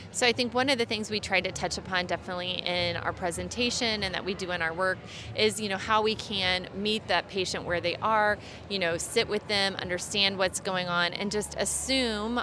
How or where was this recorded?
busy venue